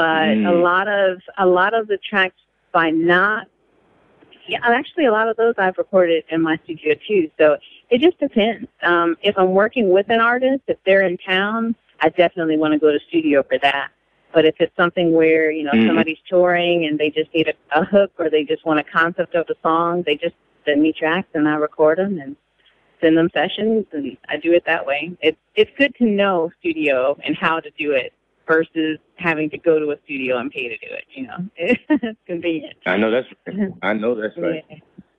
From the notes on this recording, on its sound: Here's our phone call.